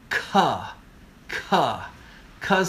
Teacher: ka's coming from the throat